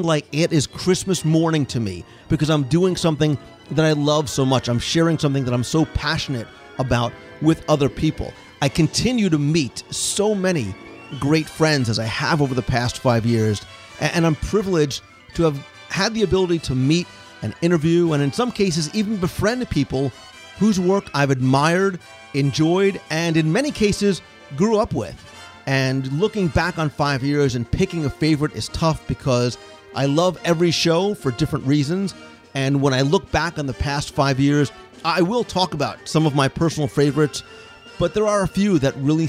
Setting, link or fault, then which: setting, busy venue